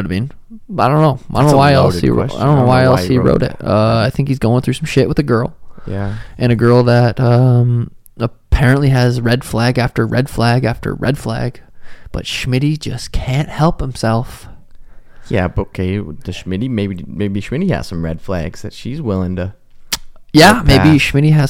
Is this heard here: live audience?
no